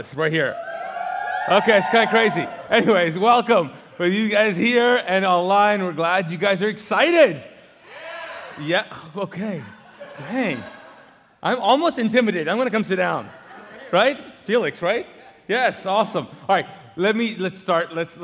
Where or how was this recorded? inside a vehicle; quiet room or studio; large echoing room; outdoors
large echoing room